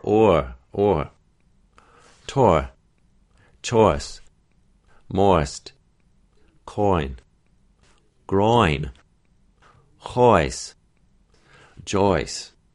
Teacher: The oi diphthong doesn't go as tight as we normally would have. Normally, oi, it closes towards an e sound.